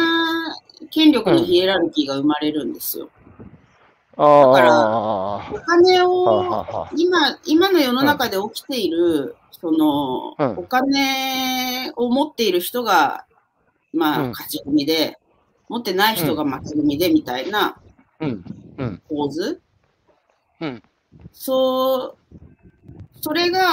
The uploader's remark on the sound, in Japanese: 歩きながら1時間、対談する